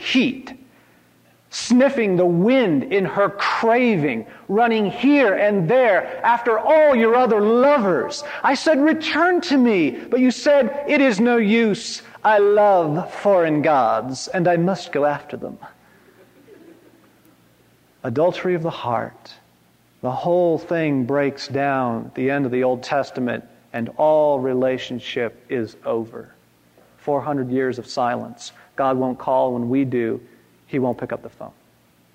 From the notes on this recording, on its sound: from this 1997 conference